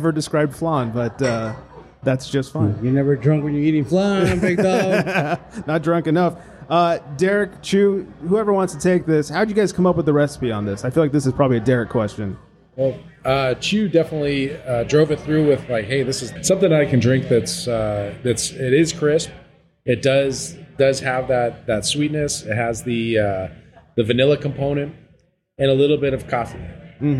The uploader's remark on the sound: Flantastico Release Party at 818 Brewing. We held a live podcast.